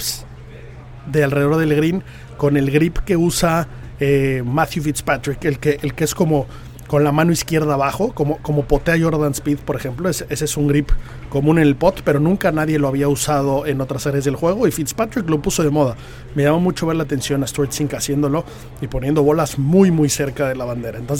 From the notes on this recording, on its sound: Live From The Open 151. Como inicia la cobertura del Open 151 desde Royal Liverpool.